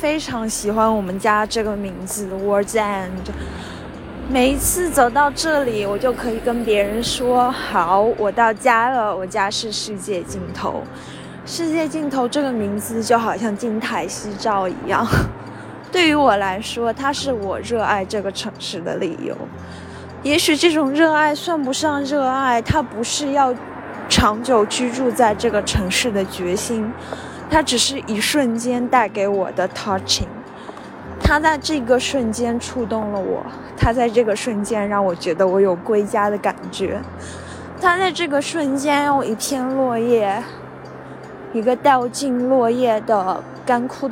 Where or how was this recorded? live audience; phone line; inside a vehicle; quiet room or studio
inside a vehicle